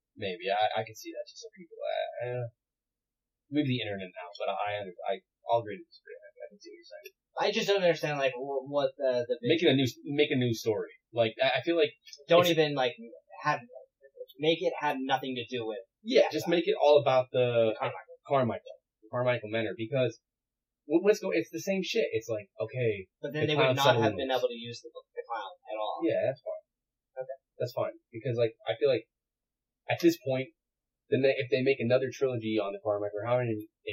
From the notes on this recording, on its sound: We want to let you know before listening that there was an audio issue with this episode, so if it sounds even worse than normal that's why.